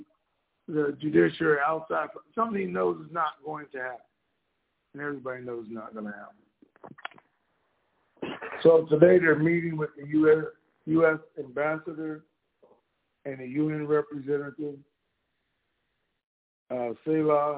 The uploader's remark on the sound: TNTSuperfantastic Conference Call - Wednesday, August 24, 2022